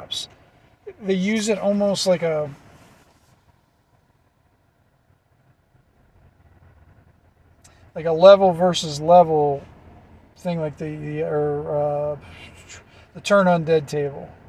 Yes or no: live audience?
no